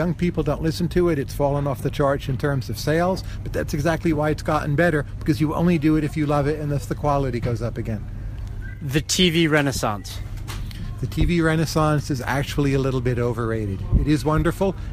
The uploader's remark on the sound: Economists, analysts and bloggers in attendance at the FT's Festival of Finance.